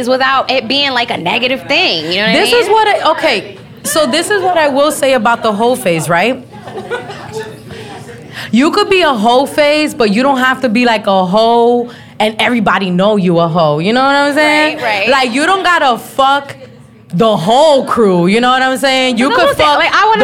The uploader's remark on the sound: Tacos Tequila & Trivia Live Show. It's my very first solo live show and also trivia night! Location: Novelty at 101 Orlando FL.